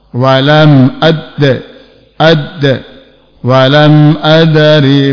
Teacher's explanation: Huruf syiddah dan qalqalah. Ini nempel dan lepas. Nempel namanya syiddah, lepas namanya qalqalah.